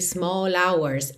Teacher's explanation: Então a gente já junta small hours. Eu posso juntar o L de small já direto no som do O, ok? Small hours.